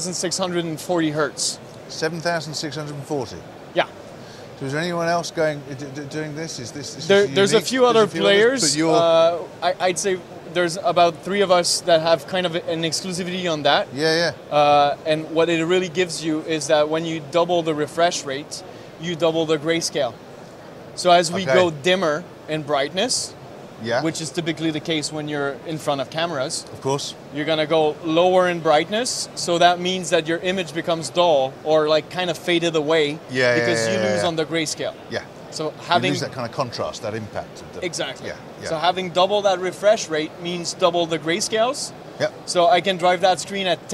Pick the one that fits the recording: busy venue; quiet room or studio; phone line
busy venue